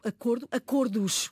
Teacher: começo por dizer que o plural mantém o fechado.